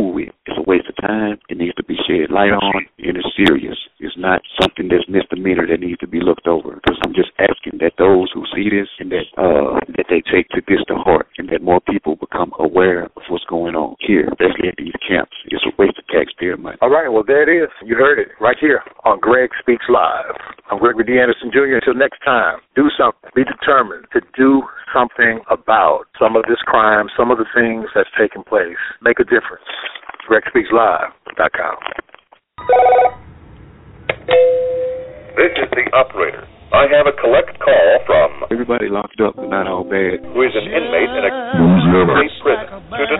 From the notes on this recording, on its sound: The Federal Prisoner had a hand held cell phone which isn't permitted on the premises but while being heavily guarded managed to call into my live radio podcast to share his story.